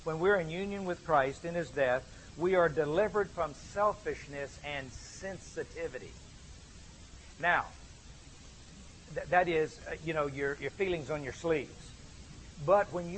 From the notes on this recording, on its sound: gave this lecture at an Exchanged Life Institute